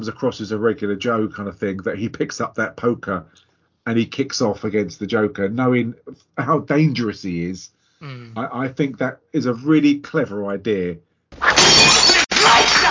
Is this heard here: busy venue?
no